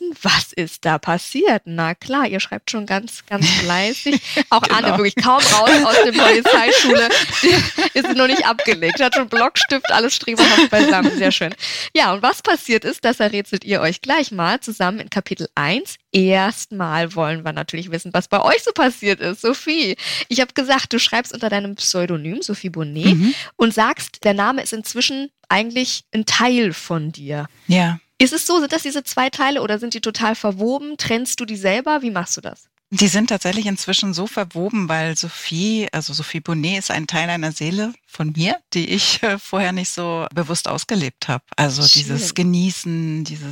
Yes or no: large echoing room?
no